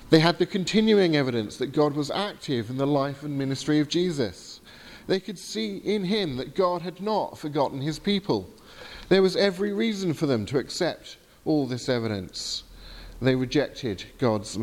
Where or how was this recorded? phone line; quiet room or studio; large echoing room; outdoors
large echoing room